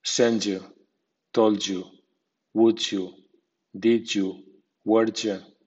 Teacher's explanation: D más I suena j